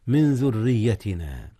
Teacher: أخفي نون من قبل الذال إذ الذال من حروف الإخفاء، أما الراء في ذريتنا المكسورة فهي مرققة.